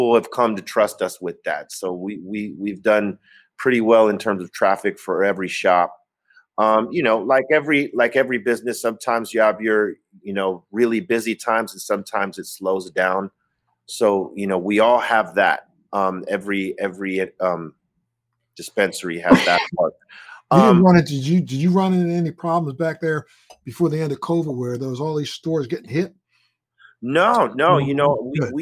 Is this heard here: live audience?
no